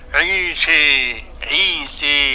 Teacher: وقرأ أبو عمرو بالتقليل قولا واحدا، وقرأ حمزة والكسائي وخلف العاشر من الإمالة الكبرى